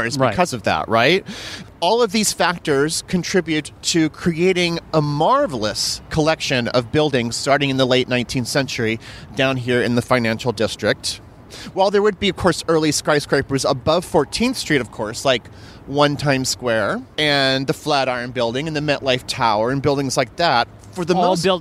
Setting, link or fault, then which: setting, outdoors